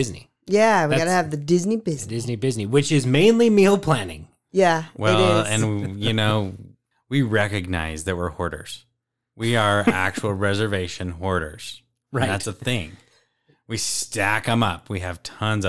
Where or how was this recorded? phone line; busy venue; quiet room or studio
quiet room or studio